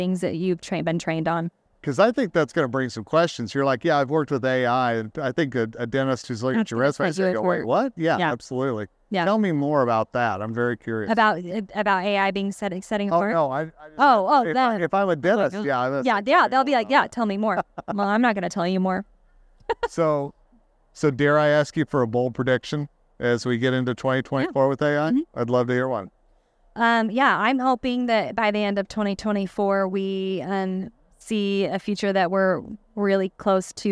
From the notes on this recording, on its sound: recorded during SmileCon in Orlando, Fla.